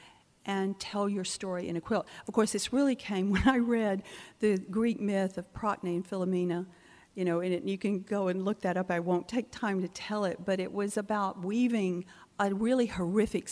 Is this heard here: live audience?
yes